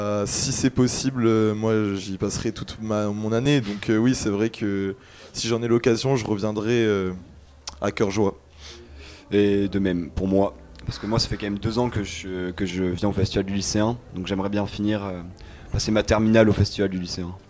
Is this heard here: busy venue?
yes